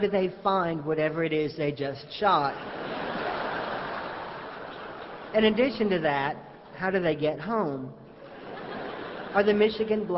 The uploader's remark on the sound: Live at Carnegie Hall. Recorded live on October 22, 2002, in New York City.